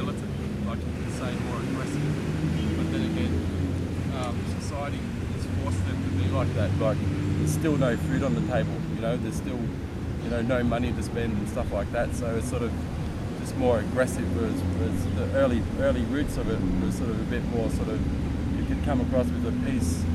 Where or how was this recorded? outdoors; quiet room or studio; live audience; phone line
outdoors